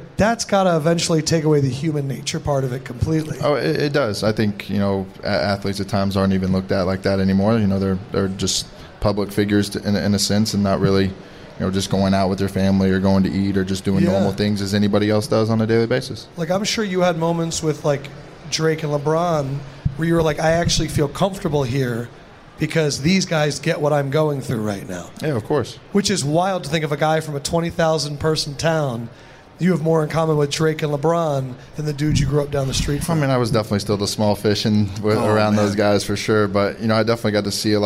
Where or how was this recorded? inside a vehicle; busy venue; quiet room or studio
busy venue